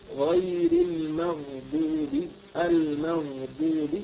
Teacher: المغضوب يعني نفخم الغين قليلا غير المغضوب هكذا نفخم الغين قليلا ونعطيها زمنها من الرخاوة يعني لها صوت يعني ما أقول منطوق حقيقة ولكن من صوت الرخوة الساكنة يعني تكون فيها شيء من المصدر غير المغضوب المغضوب هكذا.